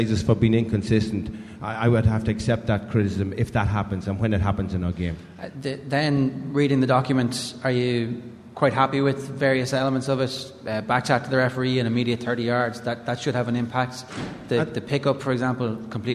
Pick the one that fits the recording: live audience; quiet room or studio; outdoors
live audience